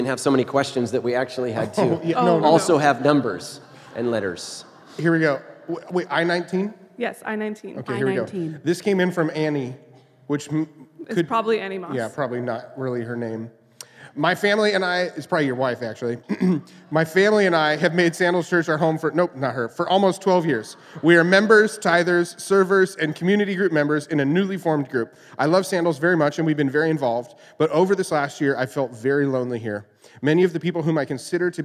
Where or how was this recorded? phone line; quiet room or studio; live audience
live audience